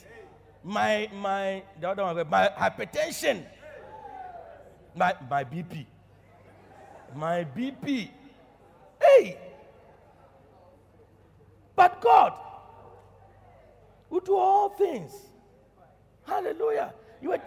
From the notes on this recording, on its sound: Preached at Loyalty House, Abbey, Dawhenya.